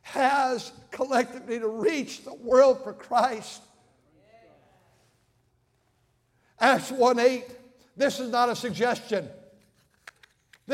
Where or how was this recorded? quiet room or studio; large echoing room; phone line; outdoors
large echoing room